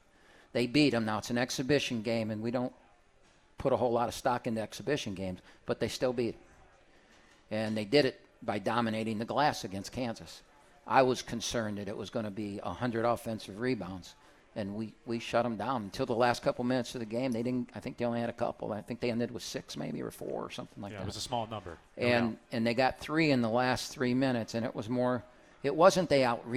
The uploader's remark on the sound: live from RJs Pub in Rochester Hills!